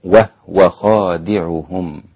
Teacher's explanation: انتبه إلى وهو، إذا سبقت هو اسم الإشارة المفرد واو أو فاء أو لام، أو هي اسم الإشارة المفرد المؤنث والمذكر أيضا هو، إذا سبقها أو سبقهما الواو والفاء واللام، يتعين عليك أن تسكن الهاء عند بعض القراء